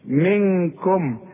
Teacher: منكم نون بدون تشكيل بعدها كاف من حروف الإخفاء هنا تغن لازم بمقدار حركتين